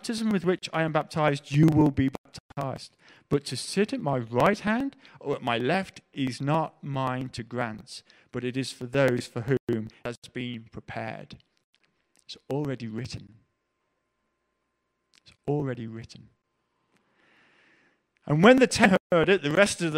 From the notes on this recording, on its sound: Preached at The LCC Sunday Service